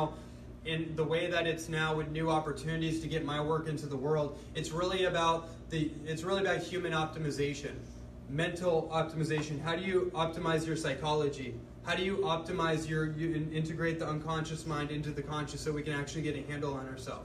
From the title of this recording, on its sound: Live Lecture